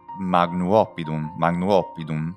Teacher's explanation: C'è una specie di elisione, una sinalefa